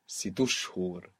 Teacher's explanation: We see the helping vowel, sit shuhur, becoming situ shuhur, and we also see the helping vowel taking the stress, causing that small i or u to fall away, and we end up with situ shuhur.